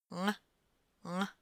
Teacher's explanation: к небу будет прижиматься не кончик язычка, а его начало, ближе к его корешку. Попробуй прижми его и произнеси словно букву N.